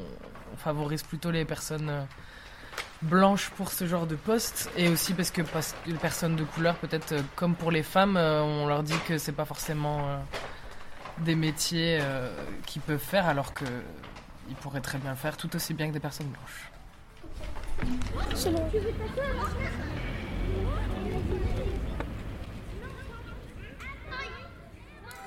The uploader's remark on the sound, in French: Fait des micro trottoirs et enregistré l'émission à la bougie le 22.